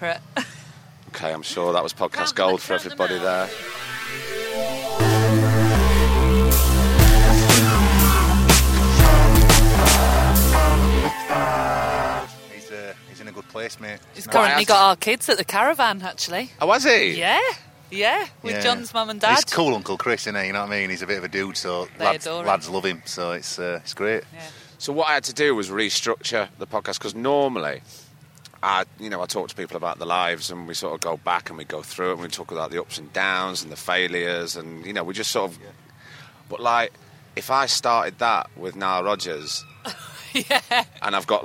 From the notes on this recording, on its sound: We went up to the beautiful Lowther deer park, got our culturally appropriative head-dresses on and recorded two banging episodes. This is a chat from down at the lakeside bar at Kendal Calling festival (forgive the distant drums).